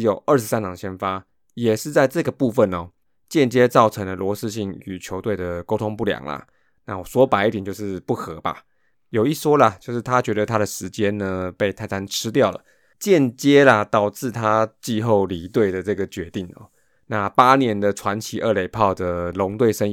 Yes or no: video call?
no